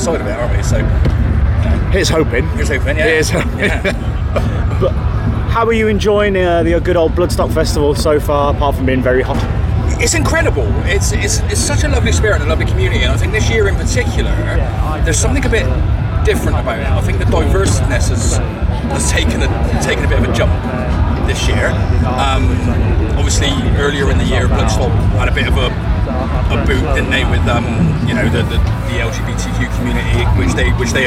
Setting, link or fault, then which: setting, busy venue